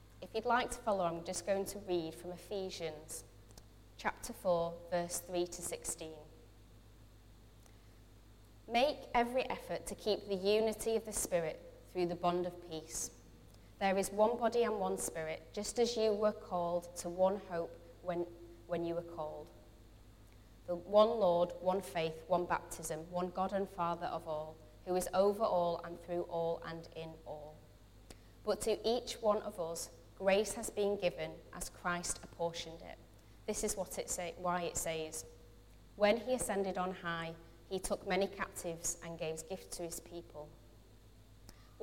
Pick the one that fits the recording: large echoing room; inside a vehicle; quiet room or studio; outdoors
large echoing room